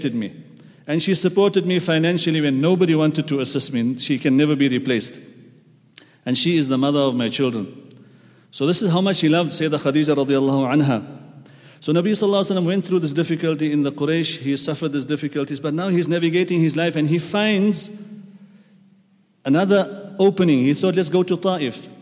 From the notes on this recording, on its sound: at the Houghton Masjid (West Street)